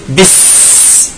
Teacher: تسكين السين فتكون بس، تسكين السين وجريان النفس في السين